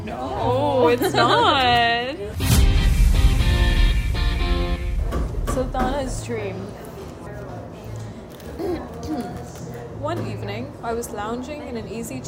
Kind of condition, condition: fault, background noise